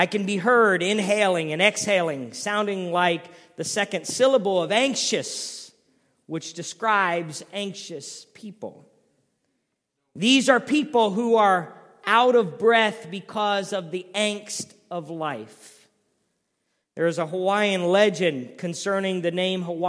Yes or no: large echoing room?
yes